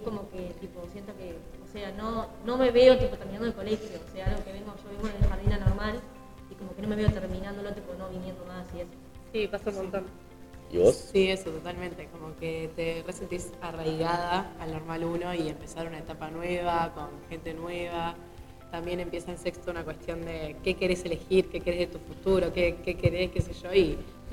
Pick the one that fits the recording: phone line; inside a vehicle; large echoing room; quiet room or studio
large echoing room